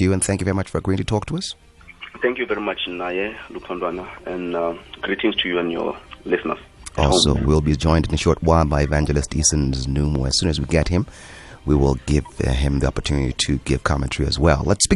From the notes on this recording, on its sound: Guest on the phone